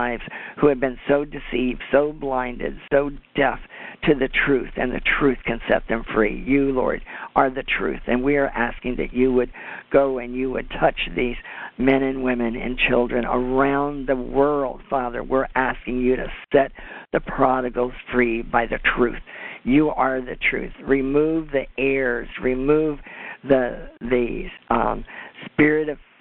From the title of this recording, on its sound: CONFERENCE CALL